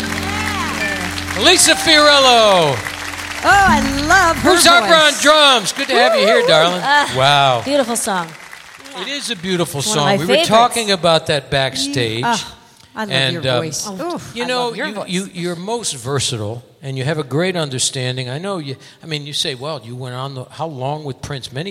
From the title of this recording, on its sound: Live at the Southpoint